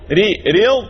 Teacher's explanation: مفخمة مغلظة وفيها صفة الاستطالة · Term: الضاد المفخمة